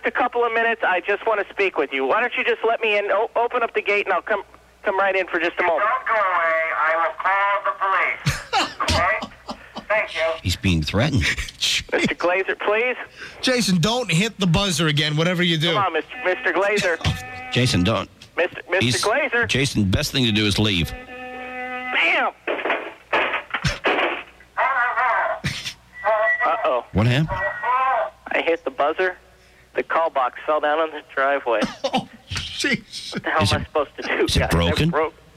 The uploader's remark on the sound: RBCP's Personal Prank Phone Calls Collection